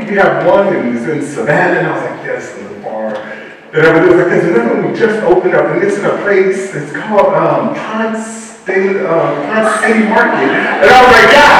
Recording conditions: poor sound quality